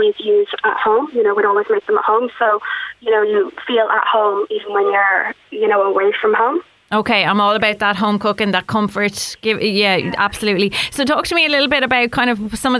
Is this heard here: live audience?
no